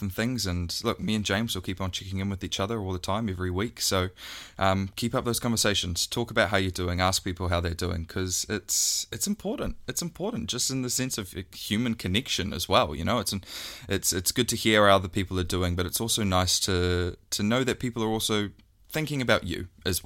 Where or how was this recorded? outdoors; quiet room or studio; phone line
quiet room or studio